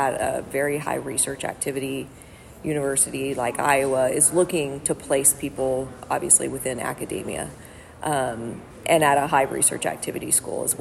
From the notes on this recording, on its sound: Recorded live at the 2023 Academy of Management Annual Meeting.